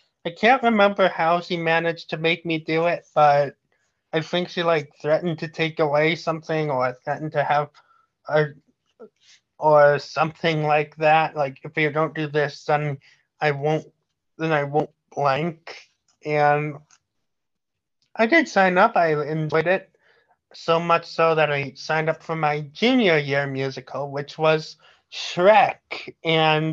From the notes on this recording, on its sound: Sorry about the lag we were recording this podcast virtually.